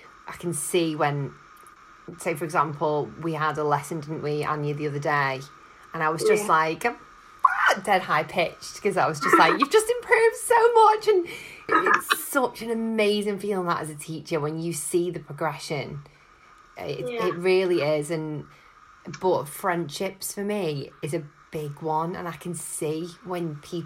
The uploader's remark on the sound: This was recorded on zoom so the sound quality isn't the best!